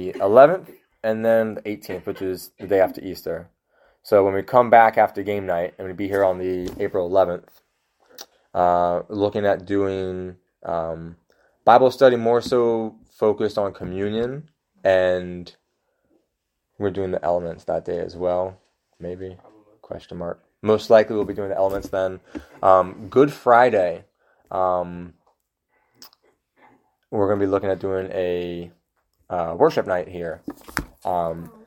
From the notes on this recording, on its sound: Please excuse the lesser quality audio